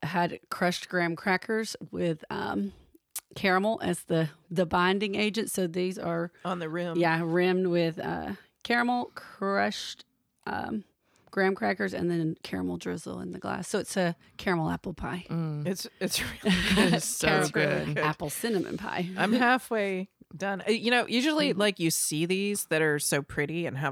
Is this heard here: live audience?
no